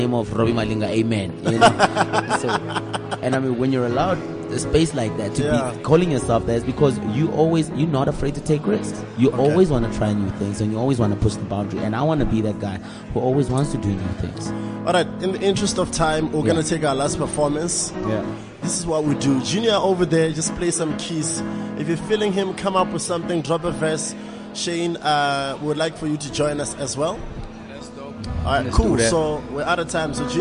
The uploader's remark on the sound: comes to you from the Apple iStore in Sandton to celebrate the launch of the #CliffCentralApp.